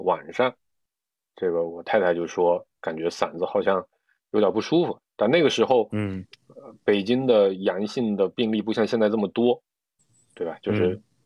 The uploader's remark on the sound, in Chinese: 随着疫情防控形式的陡然变化，我们经过了一系列的考虑后，又一次采用了线上录制的方式。三位主播身处近期疫情传播最厉害的北京。